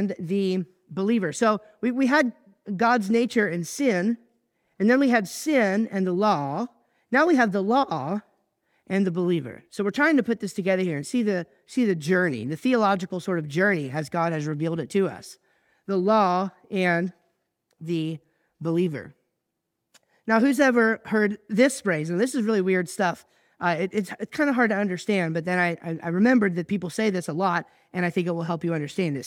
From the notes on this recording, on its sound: I recently preached at church